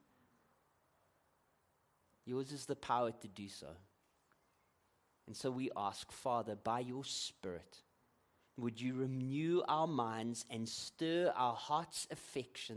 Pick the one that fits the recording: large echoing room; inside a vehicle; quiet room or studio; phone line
large echoing room